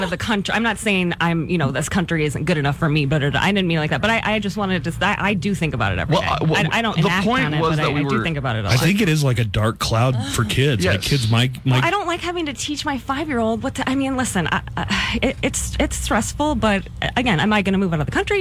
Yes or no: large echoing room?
no